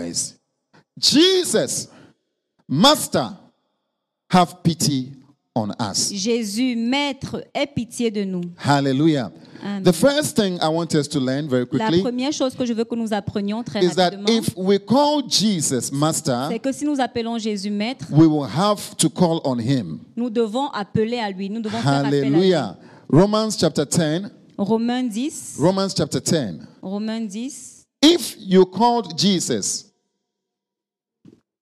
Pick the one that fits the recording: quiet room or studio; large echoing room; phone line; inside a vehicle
large echoing room